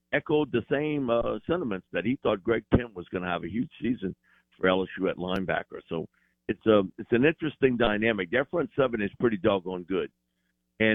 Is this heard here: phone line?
yes